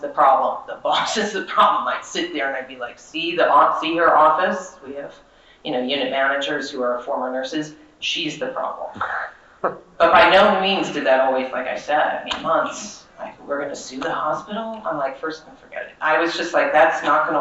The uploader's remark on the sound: session recorded at Socialism 2022